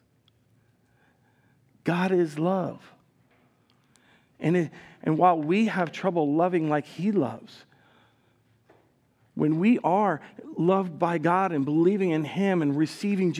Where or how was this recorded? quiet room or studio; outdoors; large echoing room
large echoing room